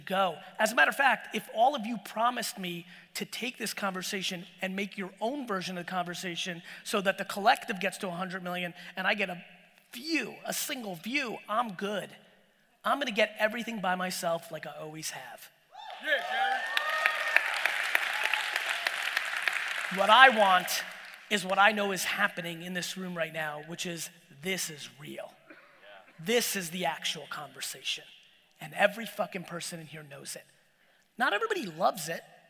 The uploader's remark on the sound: Dropped some real FIRE in this keynote I gave in my home state of New Jersey! Get into some fun Q&A at the end!